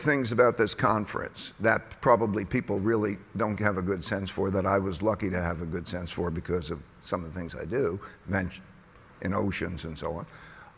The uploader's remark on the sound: at the Bloomberg Green Festival at COP28